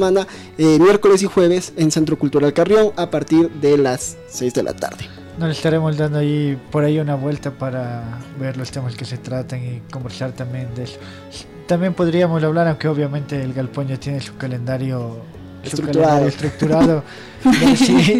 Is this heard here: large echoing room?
no